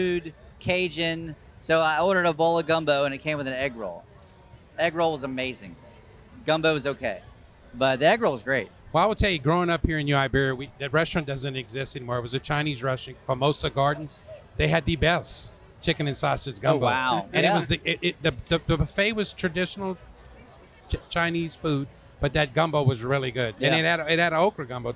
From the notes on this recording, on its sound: recorded at the World Gumbo Championship Cookoff in New Iberia, LA